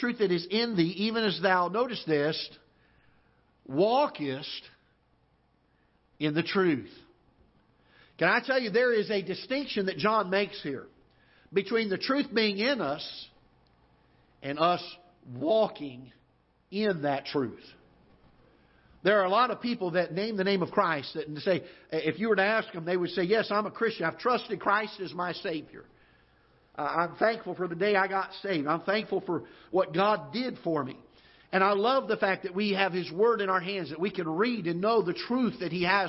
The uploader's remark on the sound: Ketha Heights Baptist Church ~ Live Broadcast.